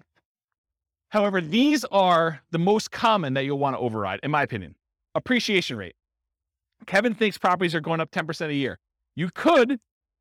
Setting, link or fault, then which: setting, live audience